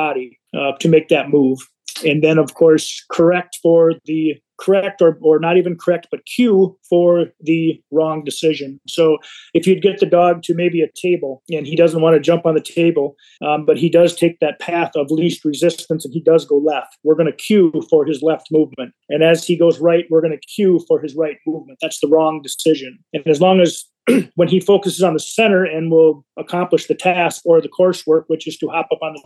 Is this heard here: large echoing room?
no